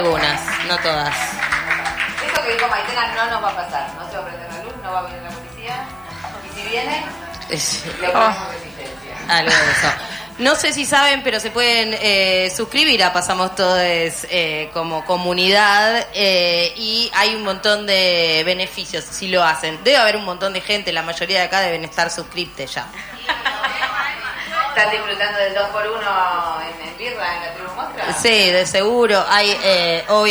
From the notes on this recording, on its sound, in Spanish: En la Mostra. Lo hicimos con público.